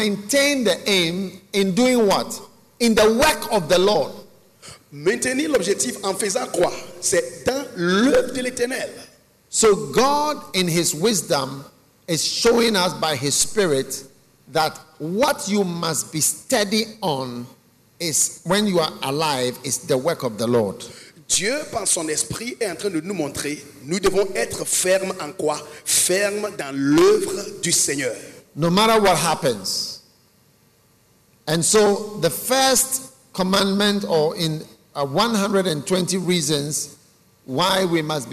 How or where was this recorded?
large echoing room